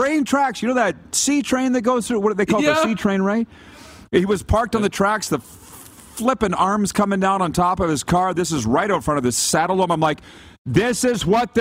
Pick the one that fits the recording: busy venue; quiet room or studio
busy venue